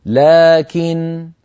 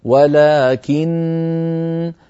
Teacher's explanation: إذن إن كانت ساكنة فالوقف عليها بنون عادية لكن، وإن كان عليها شدة وهي في الوصل مغنونة ولكن أكثر الناس، فإن وقفنا نقول ولكن، فهي مغنونة، النون المشددة مغنونة وصلا ووقفا · Shown in: second take